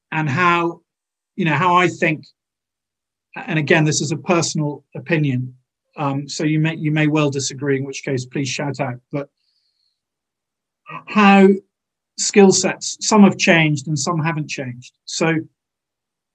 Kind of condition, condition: link, video call